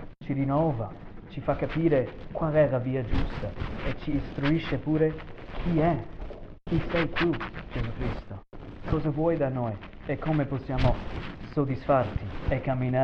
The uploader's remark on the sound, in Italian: ci scusiamo per la pessissima qualità del audio questa volta (problemi tecnici)